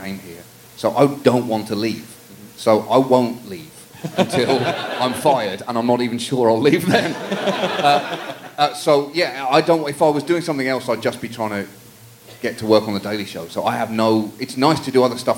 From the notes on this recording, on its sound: Recorded in front of a live audience at SxSW.